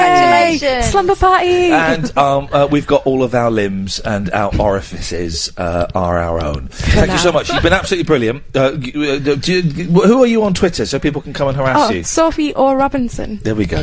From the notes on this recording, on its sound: Calls straight to air for the last hour